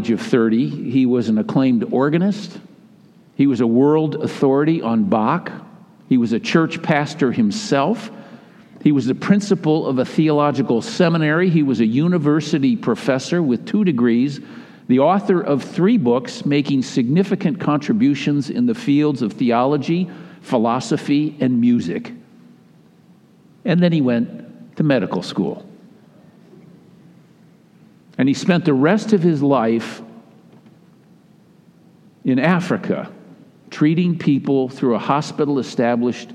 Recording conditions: large echoing room